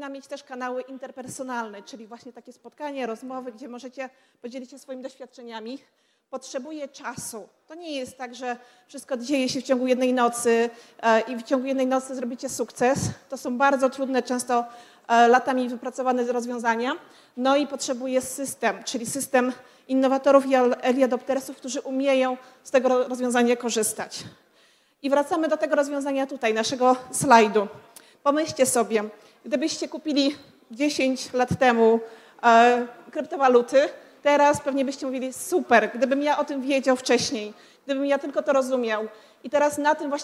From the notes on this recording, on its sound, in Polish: Odcinek jest nagraniem wystąpienia podczas Weekendu Kapitalizmu 2021